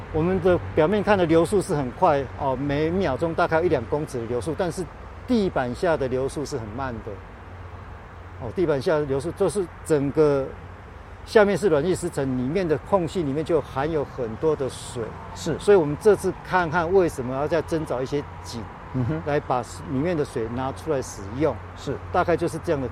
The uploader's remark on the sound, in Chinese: 雲林古坑乾旱現場